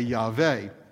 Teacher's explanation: the way that the Germans do, with the W taking the sound of our V